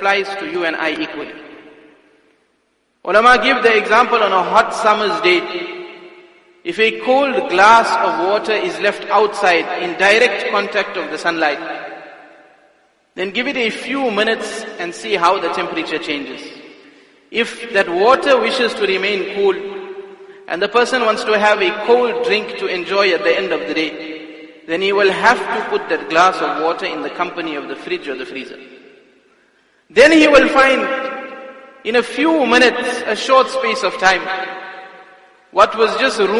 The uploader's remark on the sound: Jumuah Lecture at Masjidus Salaam, Musgrave